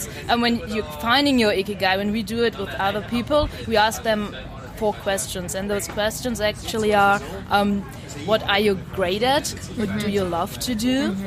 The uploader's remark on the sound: It was a windy day, be aware of the noise!